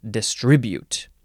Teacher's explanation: here in America, where us Americans live, we like to emphasize only the second syllable